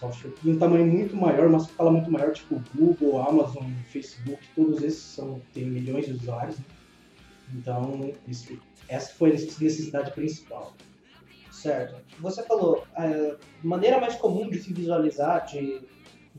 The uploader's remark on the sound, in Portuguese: Perdão pela qualidade das vozes, tivemos que utilizar outro equipamento na gravação que complicou um pouco as coisas.